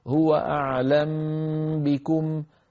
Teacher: يسكن الميم ويخفي الميم عند الباء · Term: إخفاء